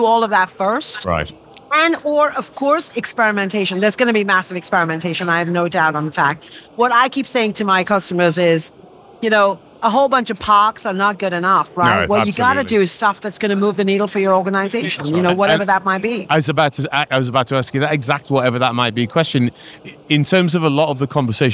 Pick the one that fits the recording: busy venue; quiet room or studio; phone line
busy venue